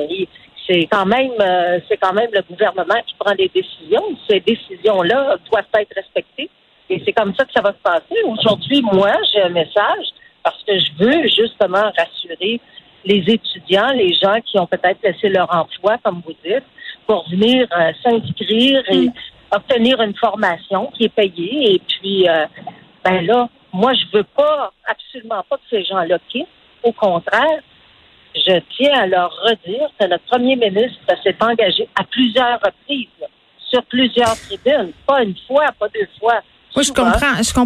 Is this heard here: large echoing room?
no